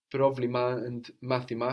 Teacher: Three syllables, the first is stressed.